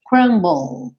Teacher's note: eu falo o B, vou pro L, L em inglês, língua no céu da boca, e aí termina meu som